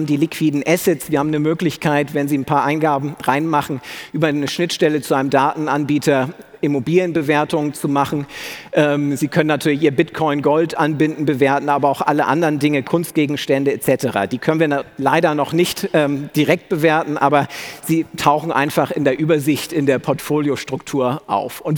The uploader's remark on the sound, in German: Live-Podcast von der Digital Banking Conference 2018 des bitkom